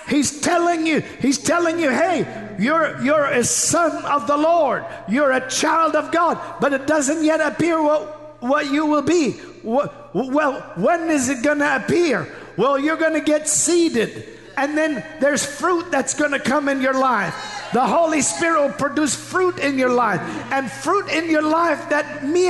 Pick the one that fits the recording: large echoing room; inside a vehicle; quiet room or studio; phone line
large echoing room